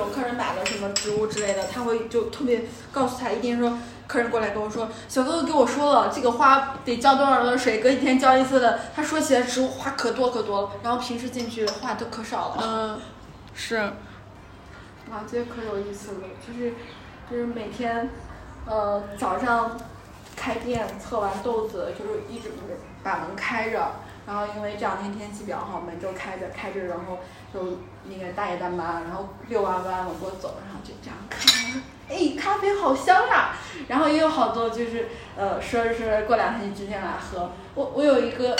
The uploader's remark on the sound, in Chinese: 这期老街咖啡馆我们是在位于太阳庙门的“且停”咖啡馆录制的。咖啡店旁有一棵大大的葡萄树还有一院子猫咪朋友。